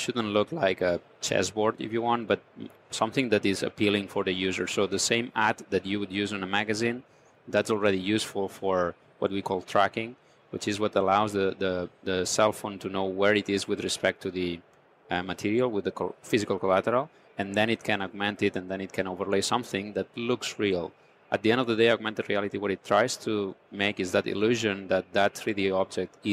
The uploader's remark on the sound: on location at NRF Big Show 2018 in New York.